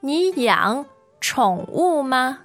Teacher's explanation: you've got um, three third tones together and a fourth tone